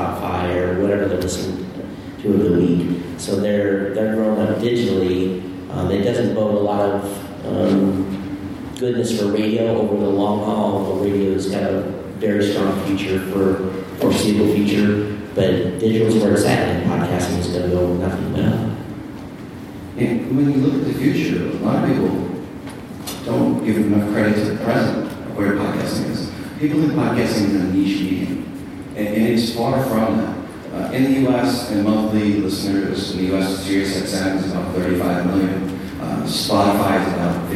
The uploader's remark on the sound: We apologize for the bad audio quality but we did not have a direct connection to the sound board. This was recorded at NAB 2019 at the podcast panel, Trusted voices of podcasting.